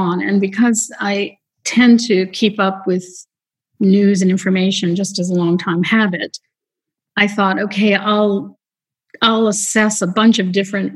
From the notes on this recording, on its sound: Nearly 200 folks around the world gathered in the Zoom Room for our Monday lunchtime chat.